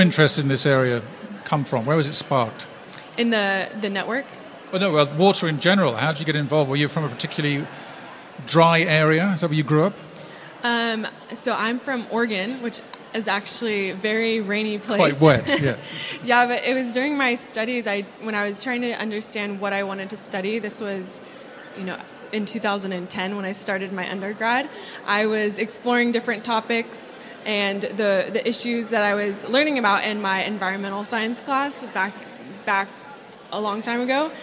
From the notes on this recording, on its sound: This episode was recorded live as one of the SDG Media Zone sessions at the UN Water Conference.